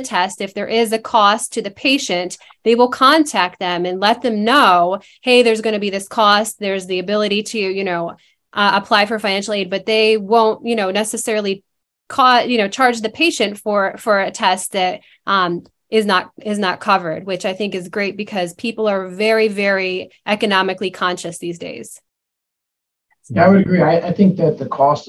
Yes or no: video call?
yes